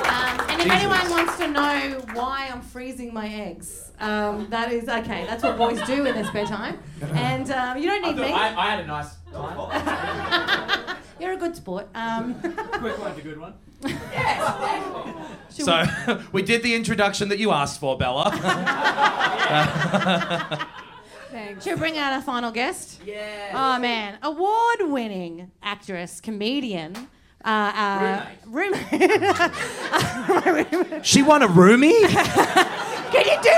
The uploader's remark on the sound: This is the first of our live shows for Melbourne comedy festival